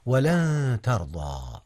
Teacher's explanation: أولا قوله تعالى ولن ترضى، هنا إخفاء يا أستاذنا، أخفيت نون لن قبل التاء، والتاء من أحرف الإخفاء.